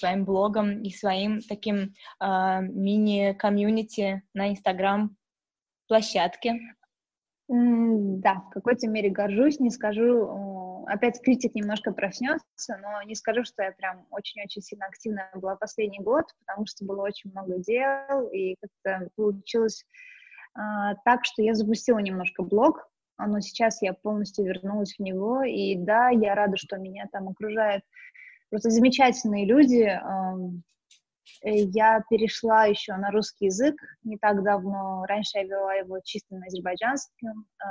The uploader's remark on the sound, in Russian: Мы познакомились с ней в режиме онлайн и данный выпуск, в связи с карантином, записали так же.